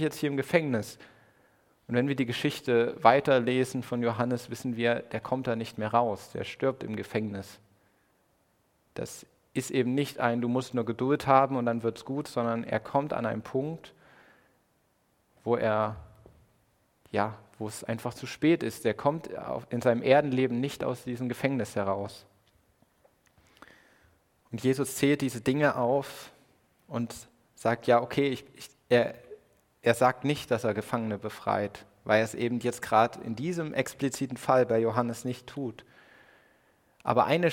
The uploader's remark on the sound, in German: Predigt im Rahmen des GreifBar+ Gottesdienstes